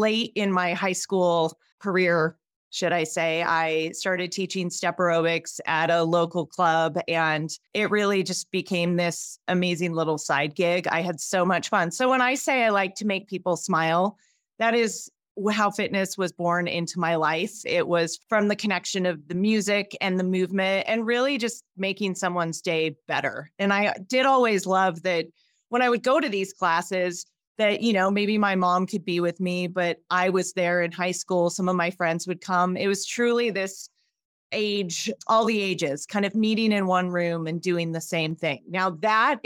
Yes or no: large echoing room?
no